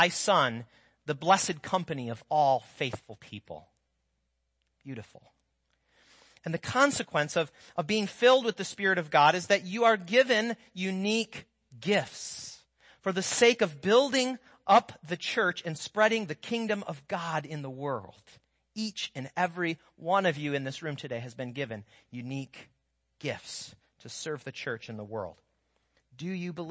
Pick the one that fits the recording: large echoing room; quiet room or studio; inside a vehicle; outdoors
large echoing room